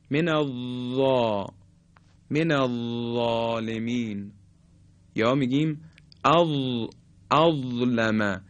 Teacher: حرف ضا دیگه صفت استطاله نداره، نوک زبان مثل حرف ذال برخورد میکنه به نوک دندانهای صنایعی بالا به این شکل، من الظا من الظالمین، یا میگیم اظلمه.